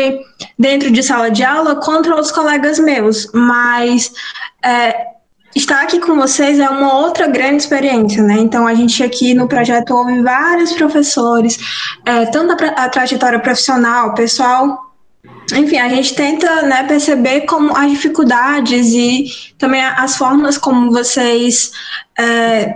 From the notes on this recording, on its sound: via Meet-Google.